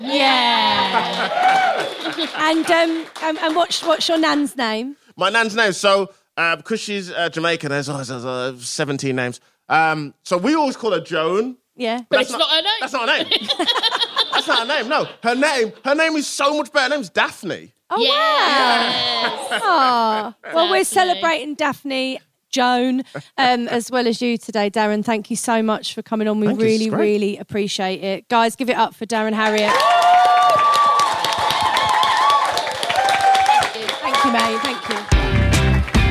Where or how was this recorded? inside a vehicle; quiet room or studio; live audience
live audience